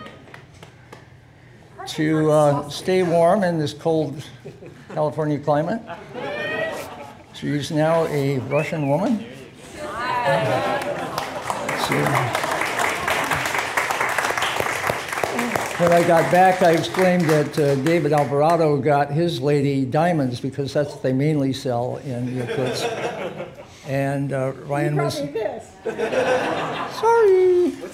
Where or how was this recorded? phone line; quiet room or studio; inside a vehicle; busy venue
busy venue